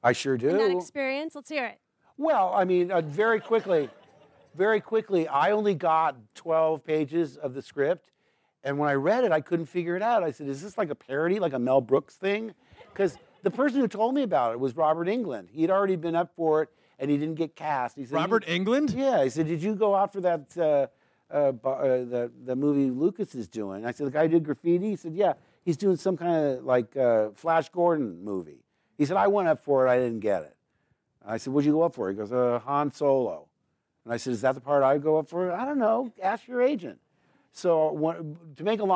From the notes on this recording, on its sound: recorded this in front of a live audience